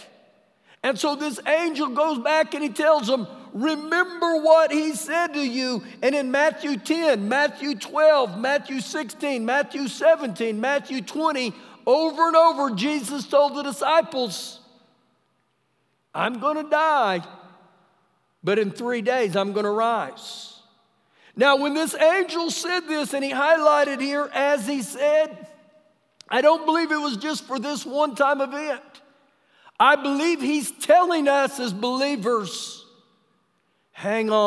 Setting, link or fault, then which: setting, large echoing room